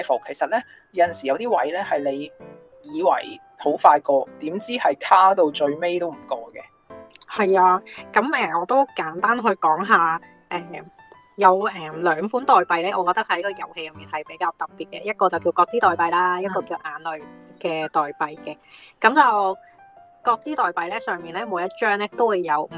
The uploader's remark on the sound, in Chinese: 遙距錄音